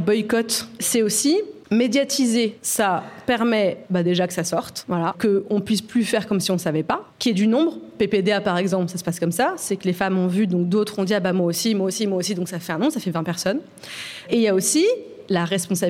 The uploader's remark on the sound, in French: Une cheffe, une journaliste et une avocate montent sur l’estrade. Enregistrée en public au lycée hôtelier Jean-Drouant.